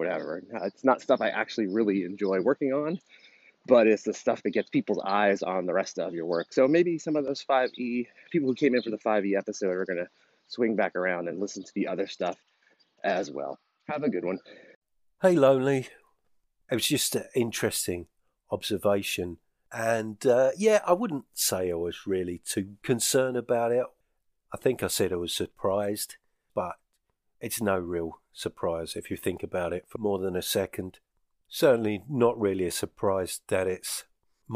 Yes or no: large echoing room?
no